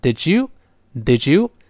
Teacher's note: 这个 did 中间的短音发 a，不要发 e